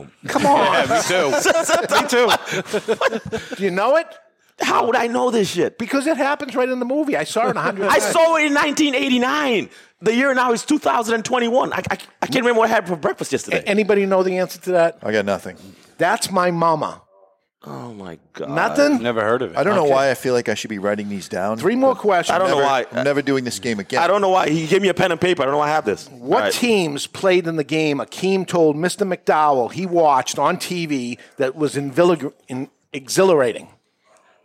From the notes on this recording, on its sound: The Cigar Authority Live from the Studio 21 Podcast Cafe. Recorded live in front of a studio audience at Studio 21 Podcast Cafe upstairs at Two Guys Smoke Shop in Salem, NH.